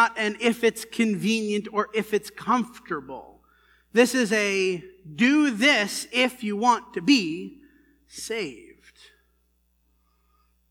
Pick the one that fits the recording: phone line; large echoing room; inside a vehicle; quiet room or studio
large echoing room